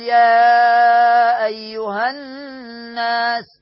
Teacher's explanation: طيب الناس، طبعا هنا همزة الوصل في كلمة الناس دي بيبدأ بها عند البدء بكلمة الناس، لكن لو بدأت بما قبل الكلمة ألغيت الهمزة